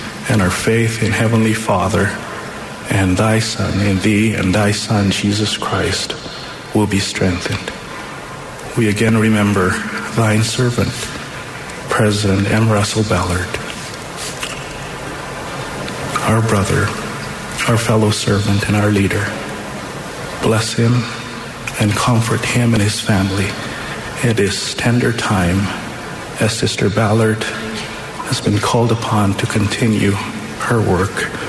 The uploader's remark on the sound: The Sunday Afternoon Session of the 188th Semiannual General Conference of The Church of Jesus Christ of Latter-day Saints.